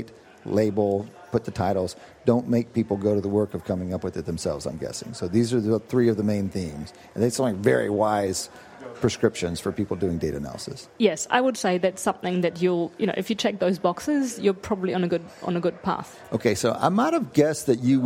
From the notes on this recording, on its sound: at the Wharton People Analytics Conference